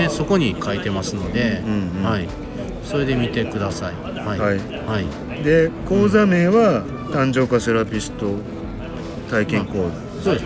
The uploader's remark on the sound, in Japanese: 大阪難波のスイスホテルのラウンジで収録を行った